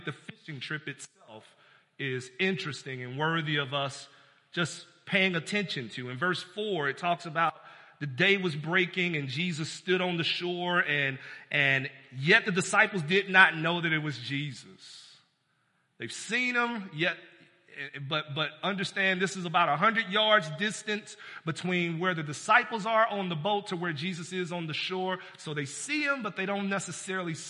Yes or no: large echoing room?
yes